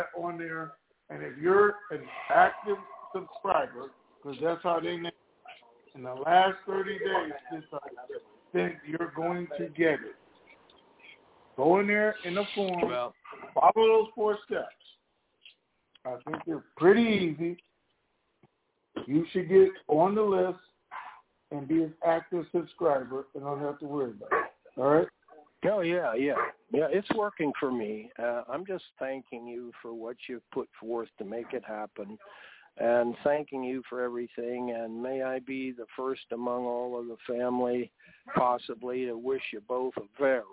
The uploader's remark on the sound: TNTSuperfantastic Conference Call.